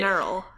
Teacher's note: you put the emphasis on the first syllable